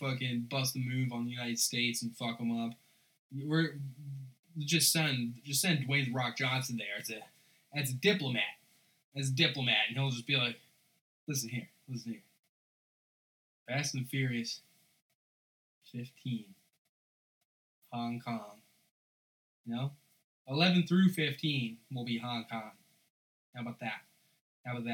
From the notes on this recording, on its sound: An episode featuring the worst sound quality possible. I also added a 20-30 minute recording of me drunkenly rambling about Christmas shopping and other things that I never planned on releasing.